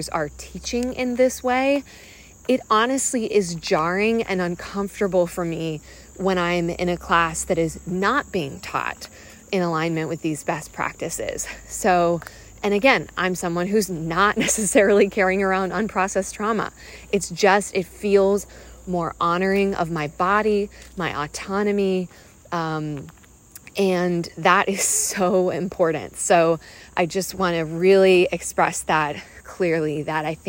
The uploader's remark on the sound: I’m talking off the cuff while walking outside